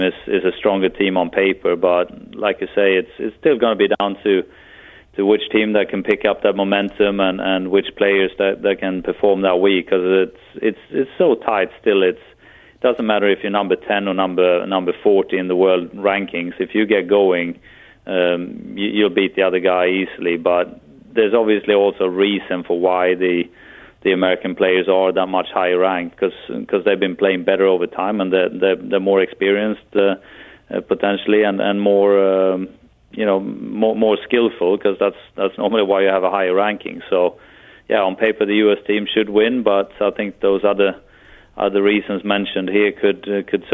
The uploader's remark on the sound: over the phone